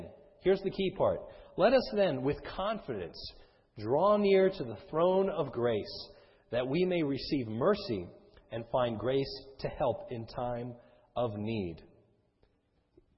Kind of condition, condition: setting, large echoing room